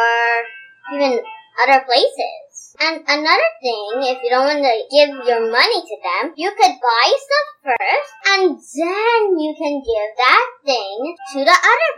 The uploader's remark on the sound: Please excuse the various background noises on this episode as we tried our best to remove the AC sounds (recorded during a heatwave).